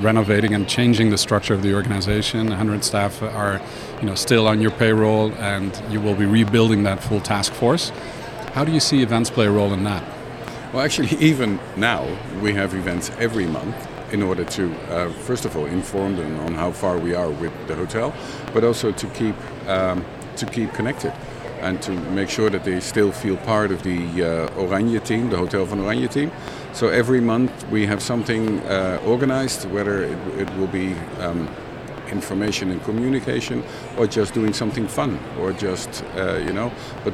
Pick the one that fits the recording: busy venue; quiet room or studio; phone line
busy venue